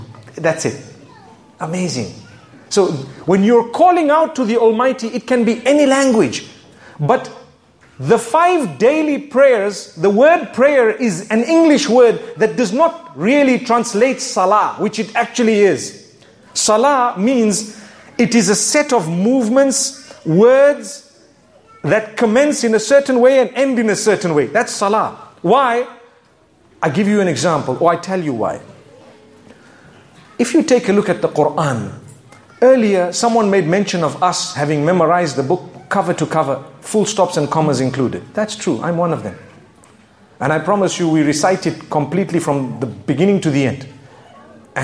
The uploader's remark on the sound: A public lecture from the Island of Grenada. To an audience diverse in faith.